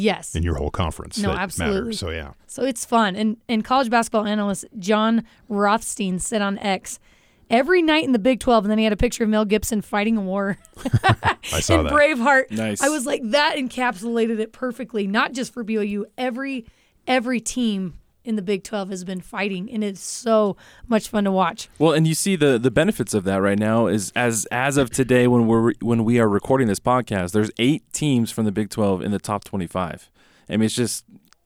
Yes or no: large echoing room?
no